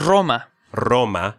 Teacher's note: the single R is also pronounced as a rolling R when it starts a word